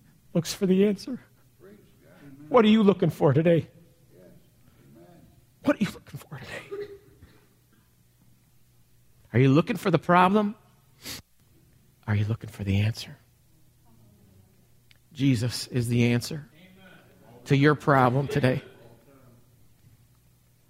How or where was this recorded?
large echoing room